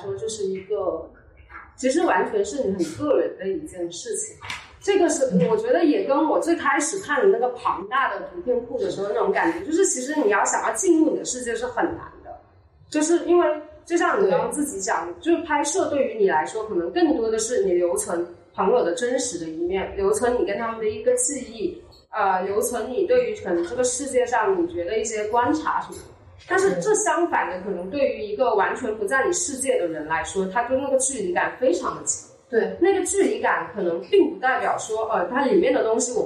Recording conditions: poor sound quality